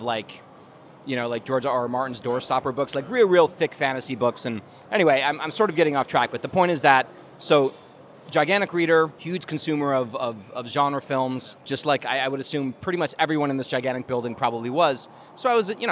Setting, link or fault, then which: setting, busy venue